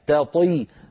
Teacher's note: ننتقل من تاء مرققة إلى طاء مفخمة